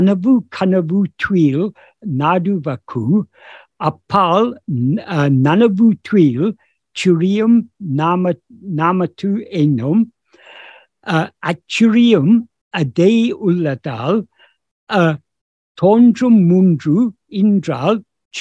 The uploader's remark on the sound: In a Zoom meeting of the ‘Ramana Maharshi Foundation UK’ on 24th September 2022